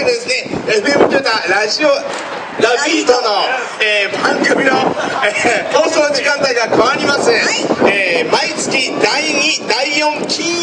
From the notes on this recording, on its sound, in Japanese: おいでんフェスタin前田の会場から。強風の為、お聞き苦しい点がある事をご容赦ください。